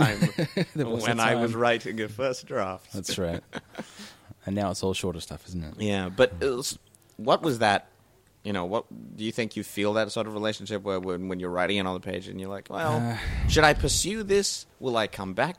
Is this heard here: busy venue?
yes